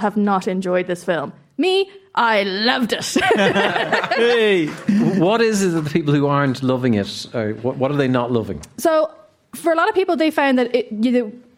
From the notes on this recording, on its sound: LIVE from Galmont Hotel Galway. LIVE from the Galmont Hotel, Galway.